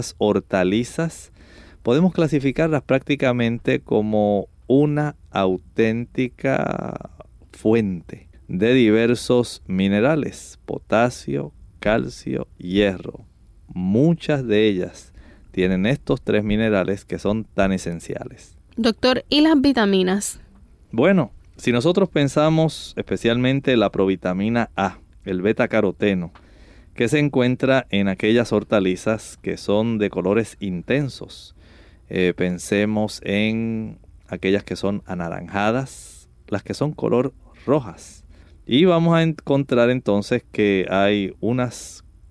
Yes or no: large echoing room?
no